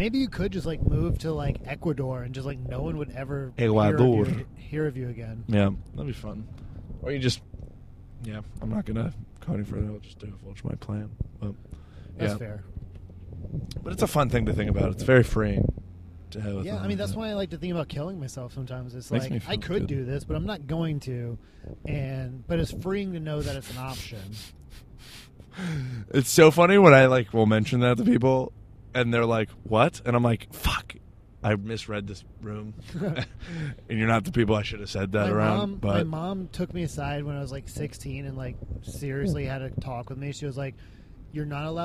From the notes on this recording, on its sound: The first half of this episode was recorded on the way to an open mic at a roller rink. The second half was on our way back.